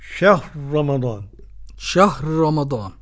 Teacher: قرأ السوسي بإدغام الراء الأولى في الراء الثانية